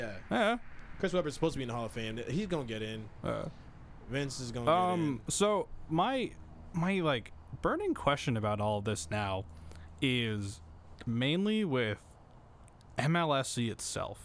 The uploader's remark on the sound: episode recorded outdoors